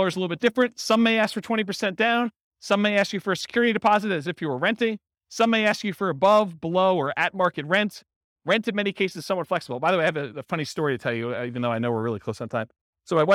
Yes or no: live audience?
yes